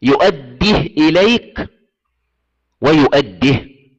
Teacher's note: قرأ حمزة وشعبة وأبو عمرو بإسكان هذه الهاء في حالة الوصل وفي حالة الوقف، هكذا يؤديه إليك ويؤديه وقفا ووصلا.